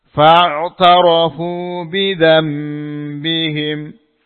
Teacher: nun sukun bertemu dengan huruf ba qalb diubah menjadi mim